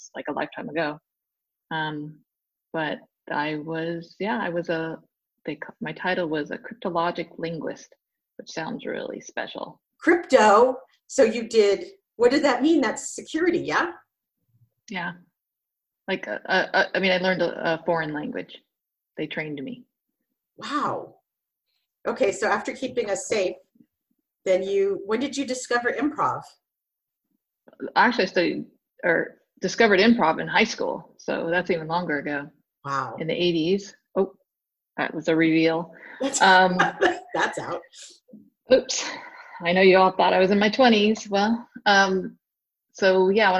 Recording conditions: video call